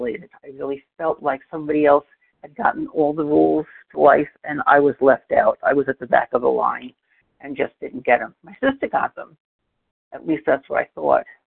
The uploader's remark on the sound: 100 Pounders Phone Meeting